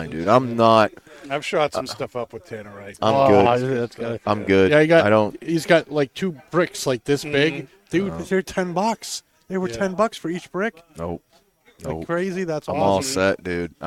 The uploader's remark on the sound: Recorded live from the 7-20-4 Lounge!